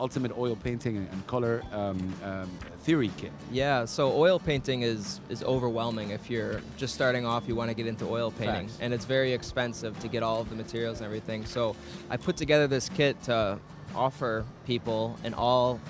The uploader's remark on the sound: Live from SIBF 2023.